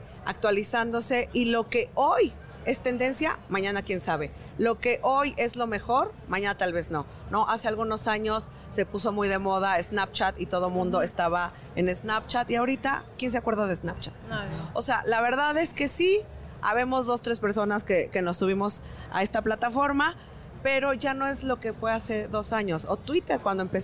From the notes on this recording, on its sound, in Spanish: Grabado en el stand de Output Podcast en el IAB Conecta 2019.